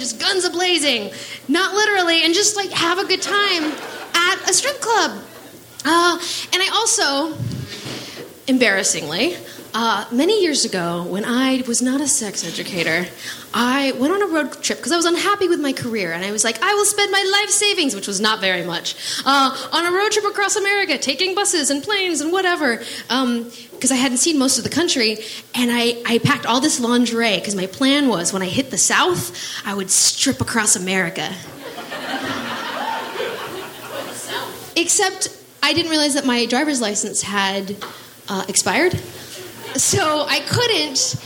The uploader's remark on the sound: Recorded live at Portland's Dante's, it's a packed show.